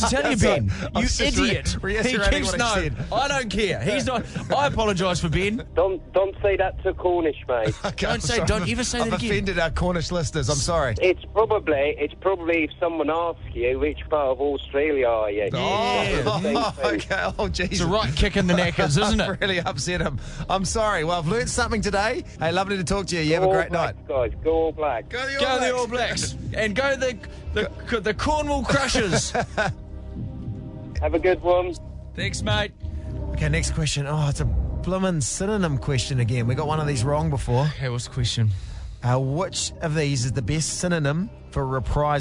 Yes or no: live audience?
no